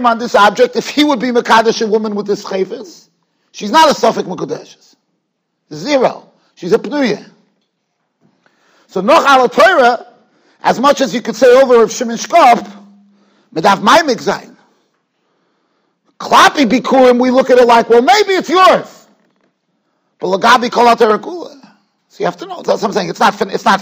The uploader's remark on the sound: Shiur recorded in Yeshivas Ohr Reuven, Monsey, NY.